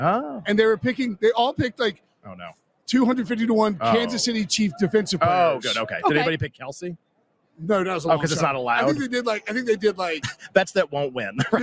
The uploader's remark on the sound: LIVE from Radio Row in Las Vegas.